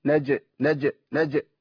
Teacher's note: لازم نعمل ايه؟ نقلقل، ولازم نعمل ايه؟ نبين الشده اللي في الجيم.